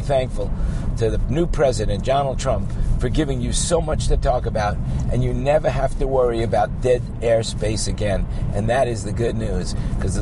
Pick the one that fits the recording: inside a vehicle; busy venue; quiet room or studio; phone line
inside a vehicle